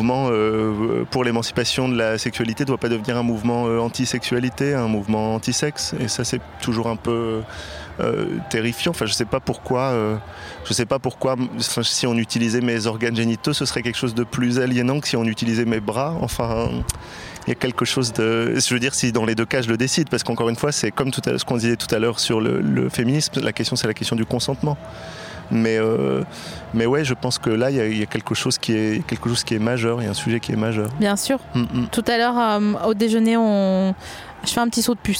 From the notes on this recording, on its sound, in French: En direct de la Villette